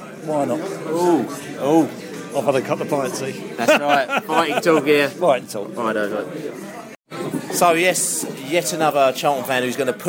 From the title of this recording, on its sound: post match podcast from the pub